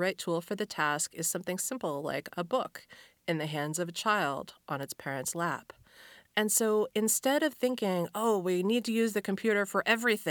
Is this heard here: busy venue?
no